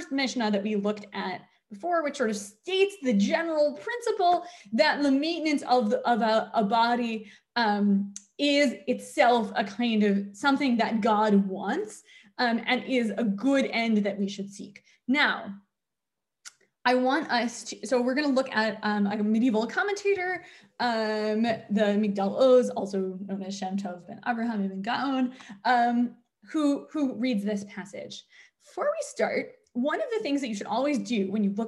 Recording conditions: video call